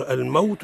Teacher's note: الواو مرقق رخوي ولين